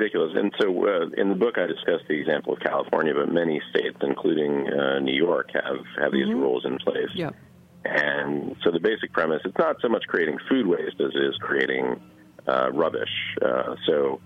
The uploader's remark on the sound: an intriguing phone conversation